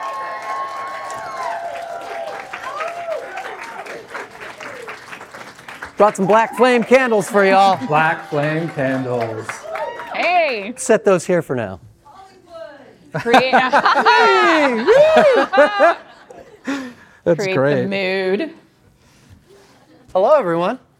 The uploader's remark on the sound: conducted this interview LIVE on stage during midsummer scream